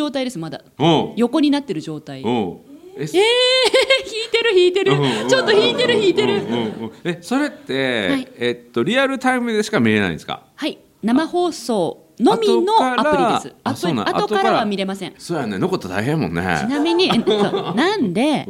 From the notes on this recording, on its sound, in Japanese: 6月に大阪で行われた公開収録。急遽、当初予定になかった３本目を追加収録しました。